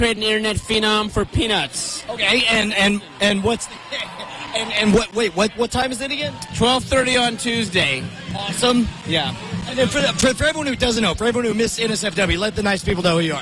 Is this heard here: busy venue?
yes